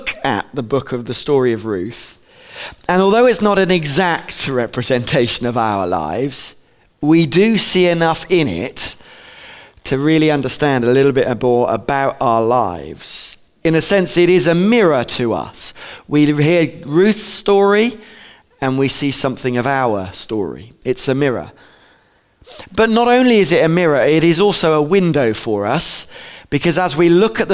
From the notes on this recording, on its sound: At Bournville gathering.